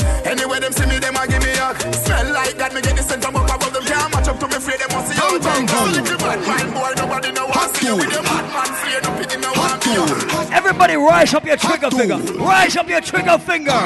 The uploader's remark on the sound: LIVE AUDIO: ISLAND SATURDAYS 90s VS 2000s BASH.